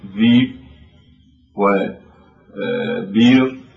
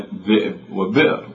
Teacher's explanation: بعضهم قال هذه أو هذا الإبدال هو ليس إبدالا، وإنما هو من باب التخفيف، يعني تخفيف الهمزة إلى ألف من باب التخفيف، كما مثلا ذكرنا في لقاءات ماضية أن قريشا تلين موضع التنبير موضع الهمز، وأن تميما تنبر يعني تهمز